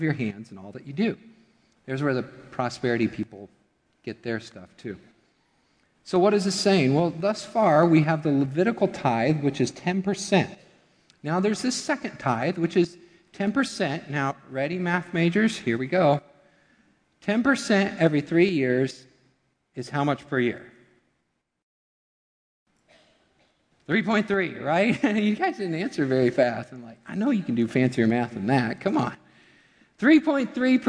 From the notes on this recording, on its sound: Midland Evangelical Free Church Sermon Audio